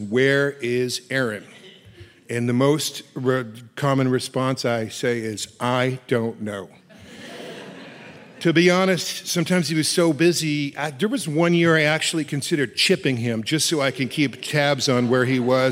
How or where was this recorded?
live audience